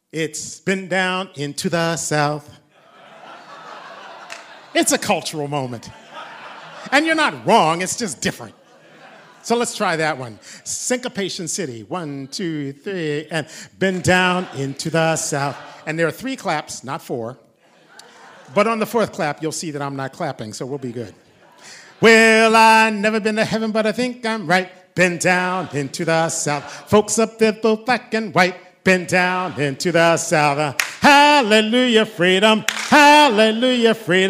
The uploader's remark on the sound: this concert was held June 29, 2019 at the Blue Hill Town Hall, Maine, at 7pm